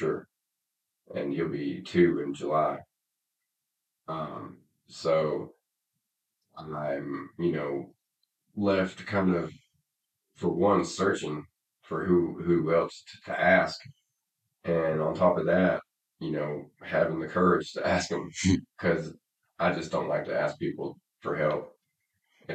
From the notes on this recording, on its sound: This is the last of the episodes with sub-par audio quality.